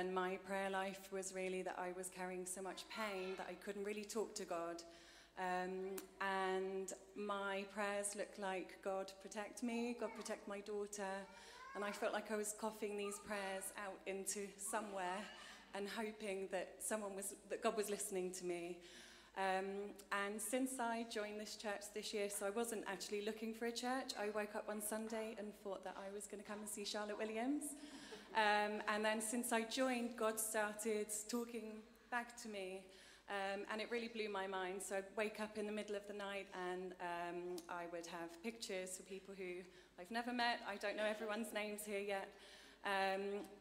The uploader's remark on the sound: Streamed live at St Paul's Shadwell on Sunday, 12 November 2023.